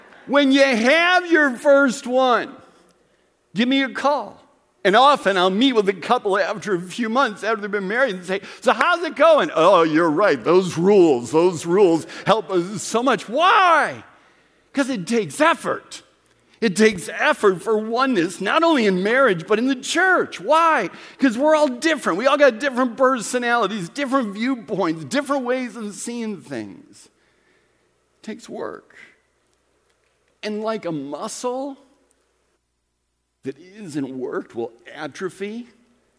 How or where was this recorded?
large echoing room